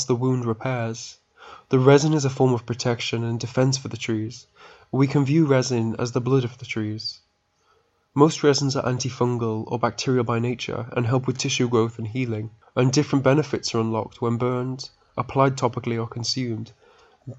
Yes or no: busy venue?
no